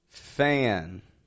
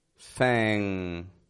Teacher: the NG, the back of the tongue is touching your soft palate in the back of your mouth · Shown in: second take